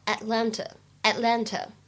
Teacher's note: 亚特兰大这样一个地名呢，它读作 Atlanta，Atlanta。当中呢，也是 t 有一个不完全失去爆破 · IPA: [ætˈlæntə]